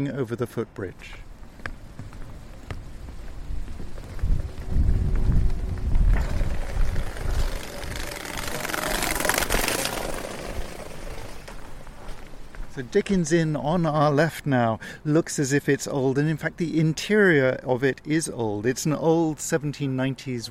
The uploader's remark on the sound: We’re walking east from Tower Hill into Wapping, ending up next to St George’s Town Hall.